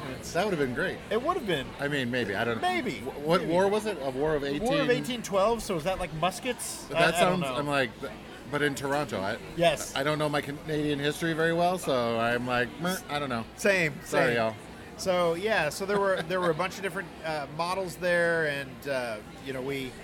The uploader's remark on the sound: We're recording live from the Chub Hub PDX Body Positive Block Party!